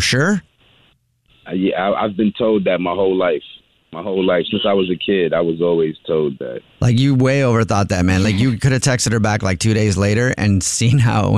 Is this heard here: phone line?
yes